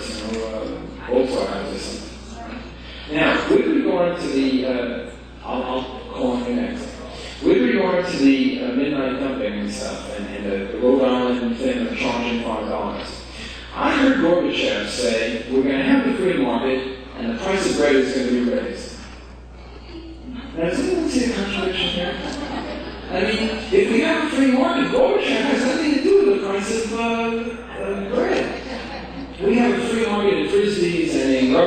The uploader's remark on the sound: Presented at the &quot;Challenges and Choices for a Better World: Energy, Economics, and the Environment&quot; conference in New Orleans, Louisiana, on 8 September 1991.